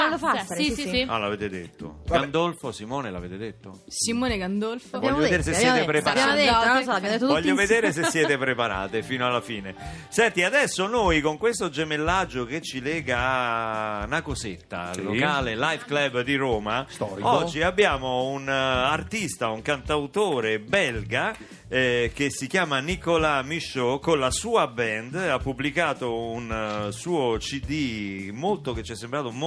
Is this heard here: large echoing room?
no